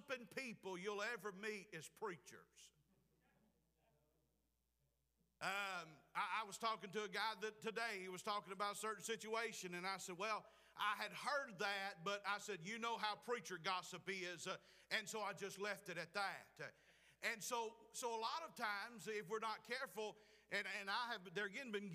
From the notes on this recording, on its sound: Preached at Clifton Baptist Church, Forest Ms.